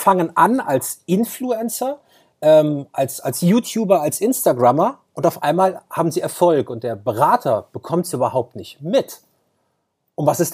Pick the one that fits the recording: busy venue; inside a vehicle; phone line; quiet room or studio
quiet room or studio